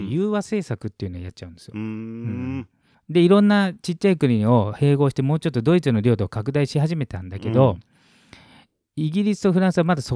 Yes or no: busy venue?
no